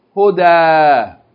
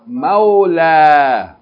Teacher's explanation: Pronounce it as tanween, n. But if you stop on it, then you pronounce it as fatta alif